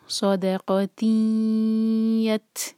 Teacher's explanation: تا پر سکون، تا پر ہمس کرنی ہوگی